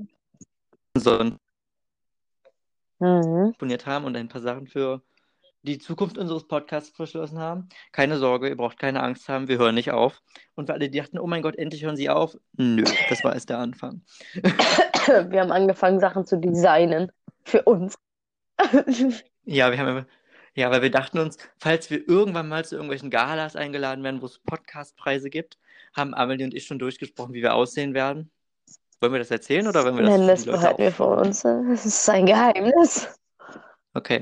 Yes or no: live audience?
no